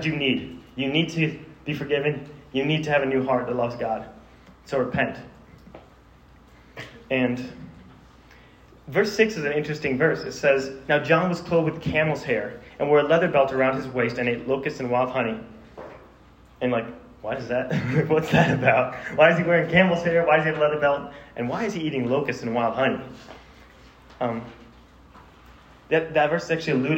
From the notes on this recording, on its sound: This sermon was preached to a Junior High audience